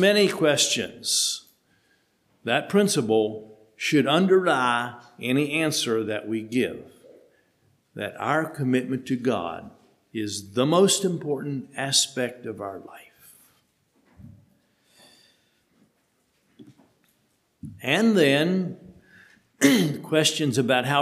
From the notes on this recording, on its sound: Sermon preached at HMC